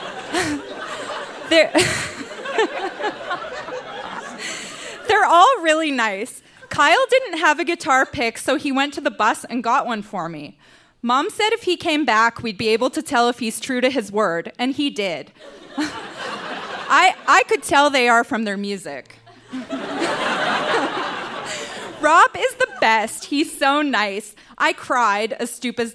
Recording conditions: live audience